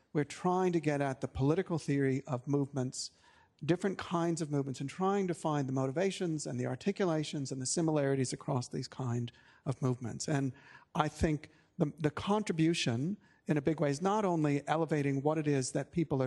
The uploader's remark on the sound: This recording is from the Sydney Environment Institute's launch